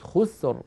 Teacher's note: الراء ساكنة، قبلها ساكن، وقبله مضموم وهو الخاء، إذن أيضا نفخمها